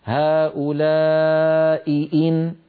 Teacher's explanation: أي عندنا هؤلاء إن كنتم صادقين، التقى همزتان في النطق، هؤلاء إن همزتان، لابد من بيان الهمزتين وألا يضيع صوت إحدى الهمزتين بسبب المجاورة